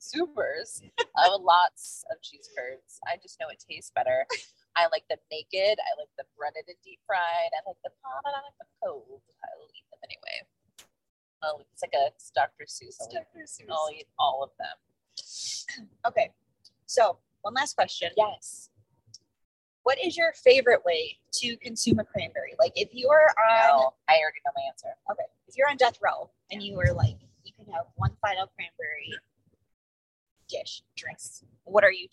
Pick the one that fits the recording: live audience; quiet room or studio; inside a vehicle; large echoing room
inside a vehicle